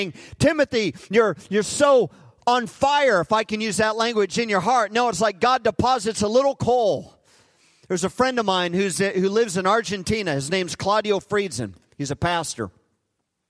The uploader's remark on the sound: Recorded live at Hope Church in Springfield, Mo.